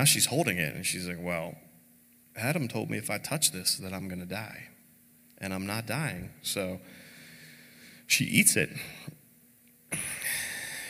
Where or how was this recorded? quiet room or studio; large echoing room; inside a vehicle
large echoing room